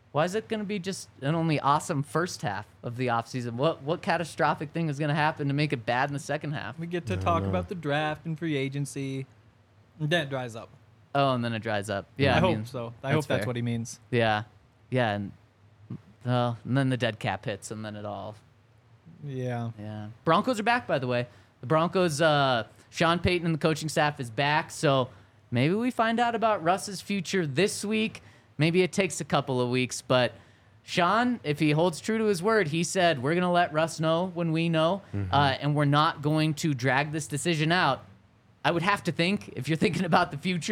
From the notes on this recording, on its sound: Coming to you LIVE from the DNVR Bar.